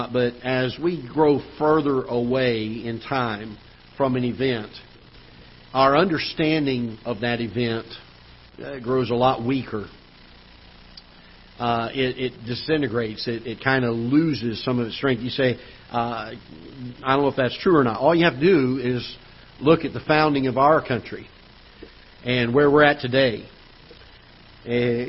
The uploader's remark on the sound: Ketha Heights Baptist Church ~ Live Broadcast